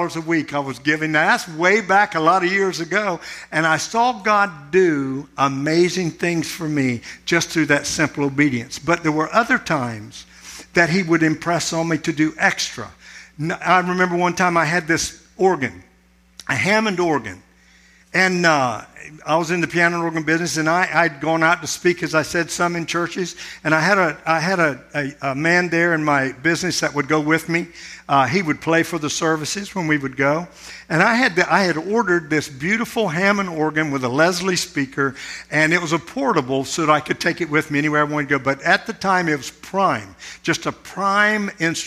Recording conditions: large echoing room